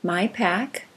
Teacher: If you put a few fingers in front of your mouth when saying those phrases, you should feel more air hit your fingers on my pack with a P sound than my back with a B sound · Term: aspiration